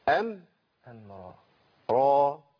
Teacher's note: الهمزه مرققه والميم مرققه والراء مفخمه